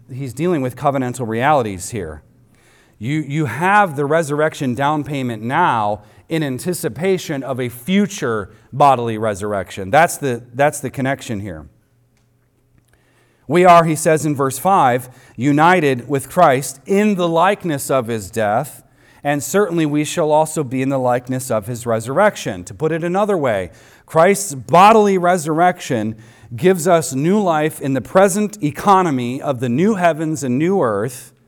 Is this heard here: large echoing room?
yes